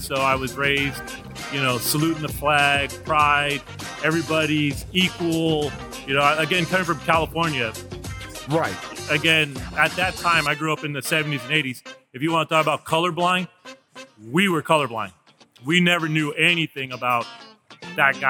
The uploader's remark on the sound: Live from Lilac City Comicon in Spokane, Washington.